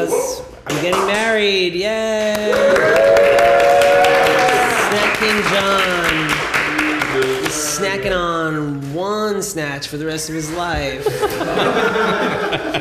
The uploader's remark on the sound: Recorded in front of a live audience for the first time.